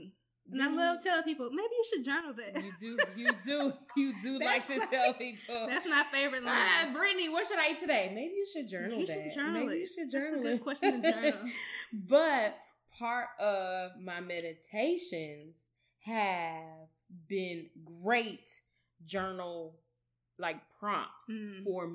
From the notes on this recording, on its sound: We apologize for the sound